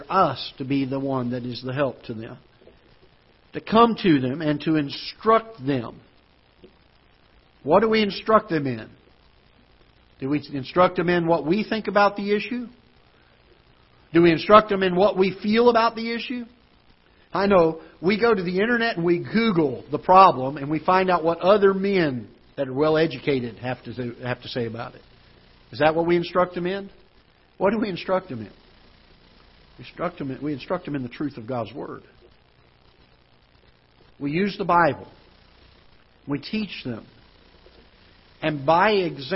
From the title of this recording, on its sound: Ketha Heights Baptist Church ~ Live Broadcast